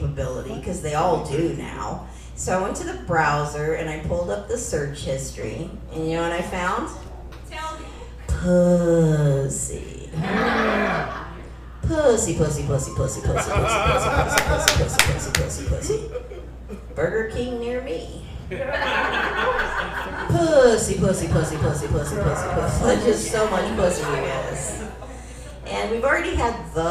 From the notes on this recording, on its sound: LIVE AT THE FURSHOP.